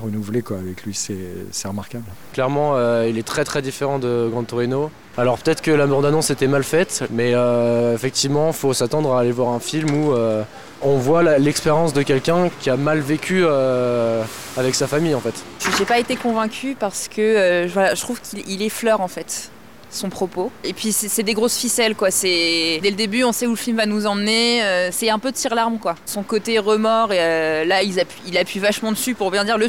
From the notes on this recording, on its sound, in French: Enregistré au Hurling pub (8 Rue Descartes, 75005 Paris), le vendredi 25 janvier 2019.